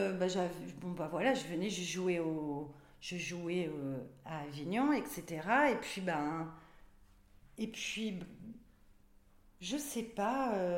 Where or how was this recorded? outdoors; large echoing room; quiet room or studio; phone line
large echoing room